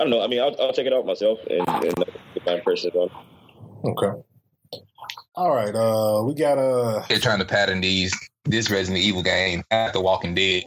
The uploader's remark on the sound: We apologize for the quality issues in this episode